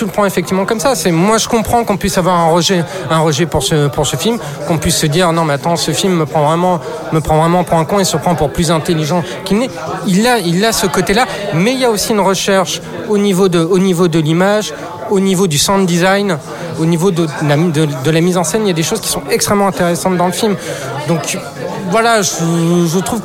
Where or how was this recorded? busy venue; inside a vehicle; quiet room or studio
busy venue